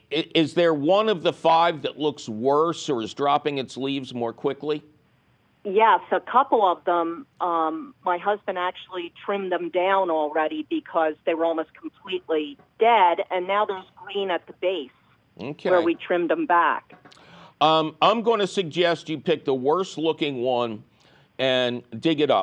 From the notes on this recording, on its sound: your fabulous phone calls!